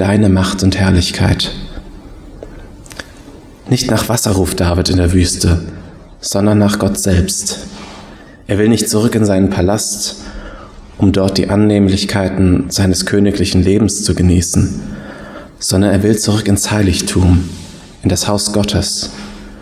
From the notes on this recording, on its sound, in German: Predigt aus dem Gottesdienst